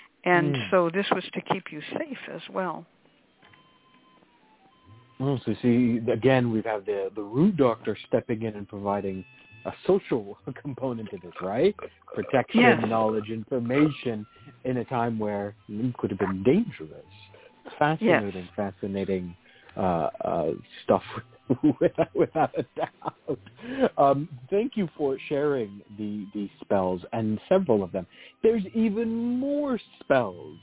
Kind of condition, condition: link, phone line